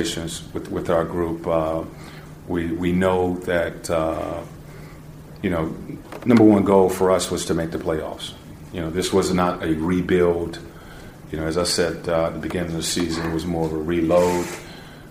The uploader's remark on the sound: Season wrap-up press conference. Spoke with reporters about his first season has head coach here.